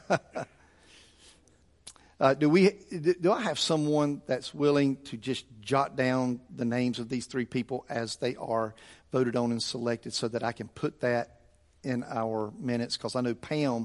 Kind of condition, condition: setting, large echoing room